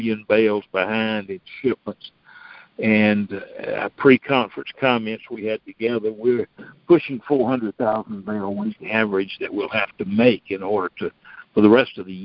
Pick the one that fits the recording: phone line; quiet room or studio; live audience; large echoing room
phone line